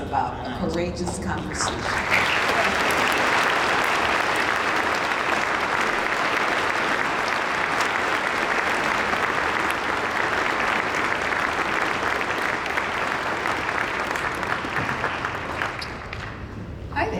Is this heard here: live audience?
yes